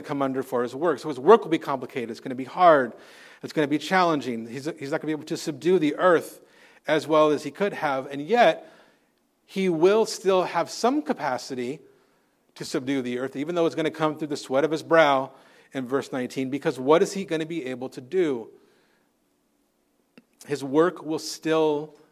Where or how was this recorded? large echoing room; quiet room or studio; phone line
large echoing room